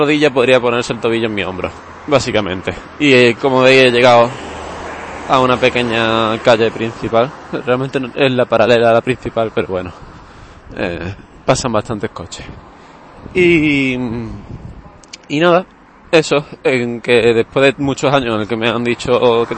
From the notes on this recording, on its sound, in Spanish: He cogido el micrófono y he estado hablando un rato mientras iba al bus. También el episodio está sin pasar por Audacity y por eso tiene un momento la final sin audio.